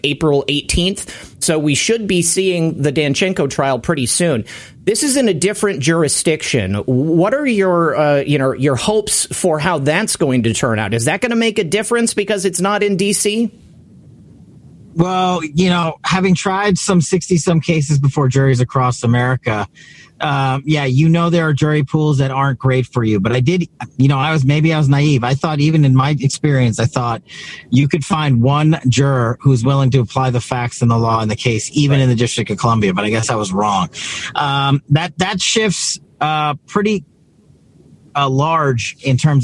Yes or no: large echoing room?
no